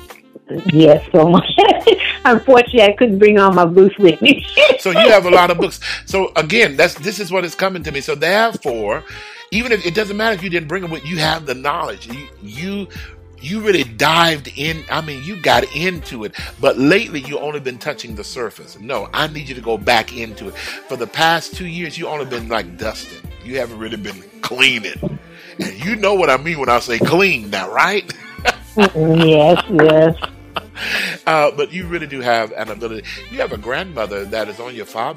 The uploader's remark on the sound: Takes questions from callers during this LIVE broadcast and gives insightful readings to the callers.